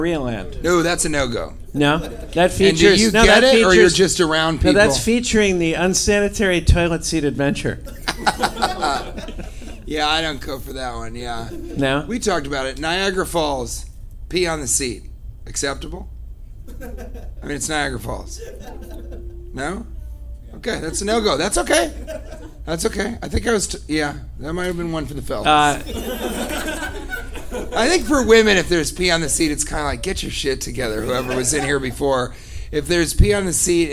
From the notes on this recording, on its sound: Live from Oxnard Levity Live.